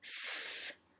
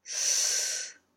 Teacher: it's not made with the tip of the tongue, which would be called apical S, but with a flat top front part of the tongue just behind the tip. It's a softer sound than an apical S because the air has a broader area to flow through. · Shown in: second take · Term: laminal S